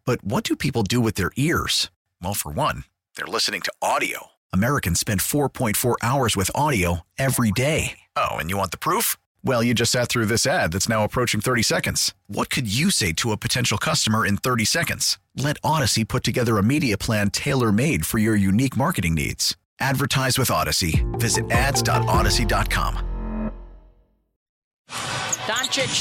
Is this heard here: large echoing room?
no